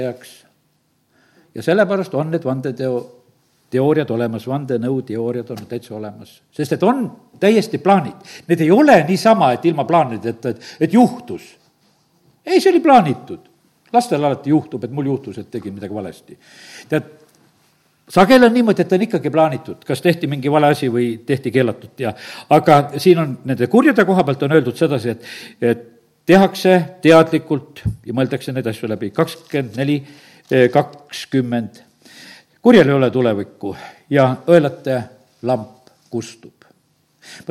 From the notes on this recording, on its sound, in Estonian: Audio salvestus koosolekult